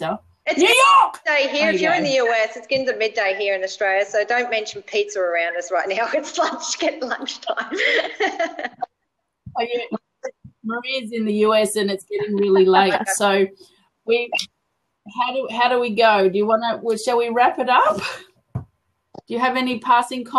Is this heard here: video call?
yes